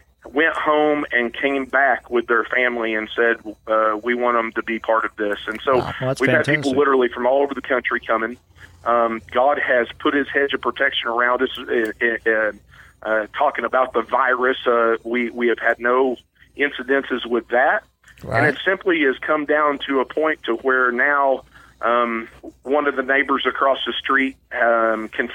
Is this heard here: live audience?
no